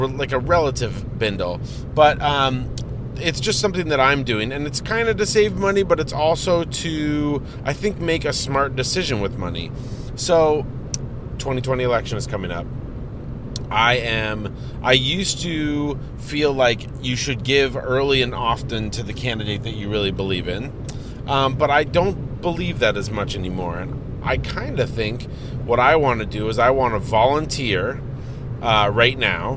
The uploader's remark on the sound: Roadtrip! Recording their show from a moving automobile.